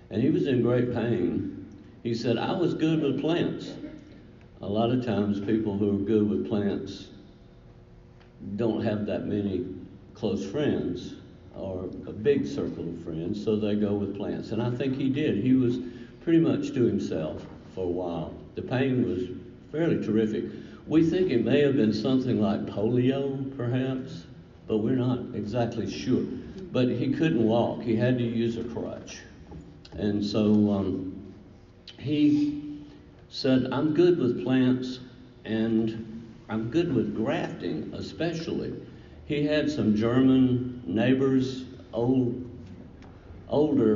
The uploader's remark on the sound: This lecture was presented to the Garden Club of South Carolina, Inc at the West Sandhills District Meeting.